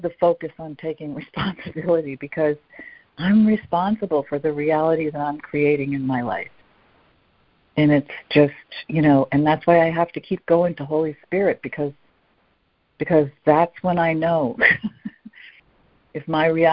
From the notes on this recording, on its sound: ACIM Daily Conference Call